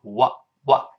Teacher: 这个 W 是上下唇，双唇碰撞